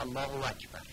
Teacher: پس دقت کنیم تیزی همزه الله و همزه اکبر بیان بشود، البته بدون افراد.